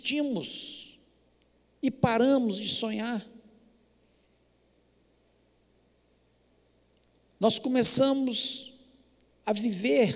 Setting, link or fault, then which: setting, large echoing room